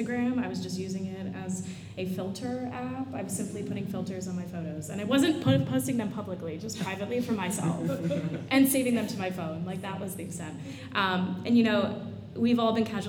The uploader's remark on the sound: BroadwayCon Panel